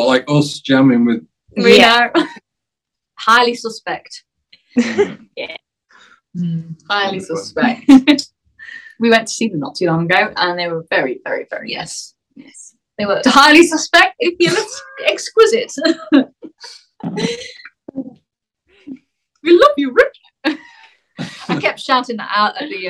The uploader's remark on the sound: I sat down over Zoom